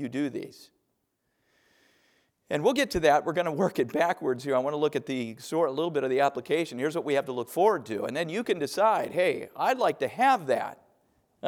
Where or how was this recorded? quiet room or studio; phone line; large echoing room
large echoing room